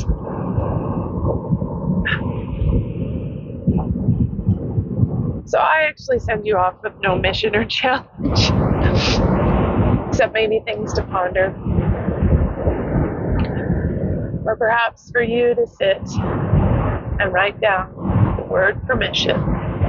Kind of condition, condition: fault, background noise